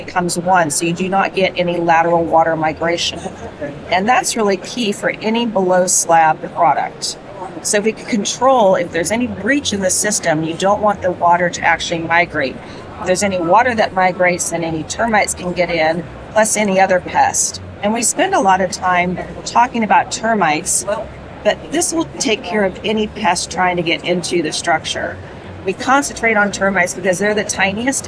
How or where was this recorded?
busy venue